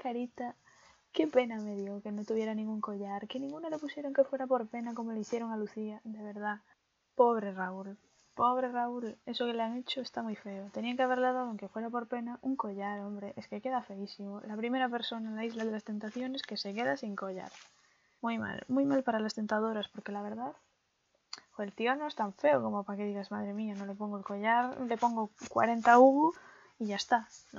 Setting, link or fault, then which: fault, background noise